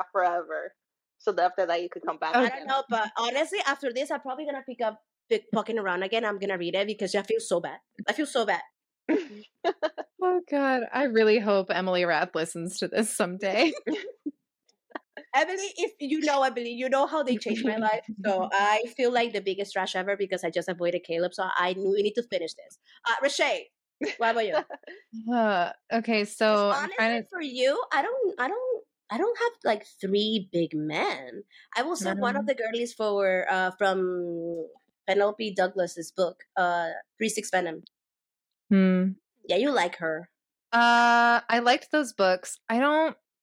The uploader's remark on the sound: When we said that this podcast was gonna be like friends talking over a facetime call, this is what we meant.